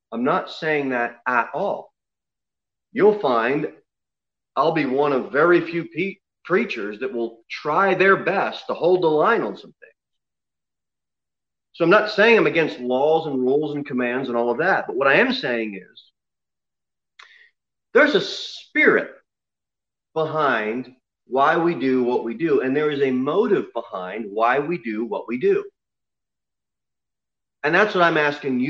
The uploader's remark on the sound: Sermon delivered at Pilgrim Baptist Church on Sunday, November 15, 2020, at 11:15 am. Jere Whitson Rd. Pilgrim Baptist Church is a bible-believing, independent Baptist church.